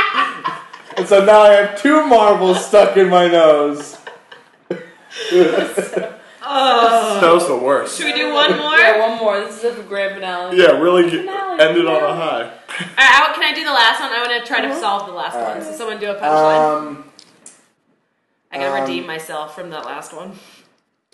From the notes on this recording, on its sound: Sorry about all the background noise. We literally had a bag of chips right next to the microphone.